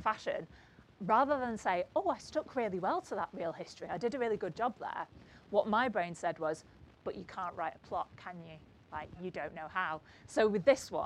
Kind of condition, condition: setting, live audience